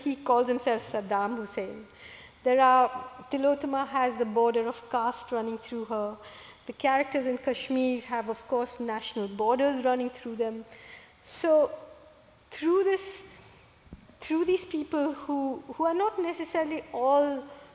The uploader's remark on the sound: recorded this Town Hall Seattle event on June 27.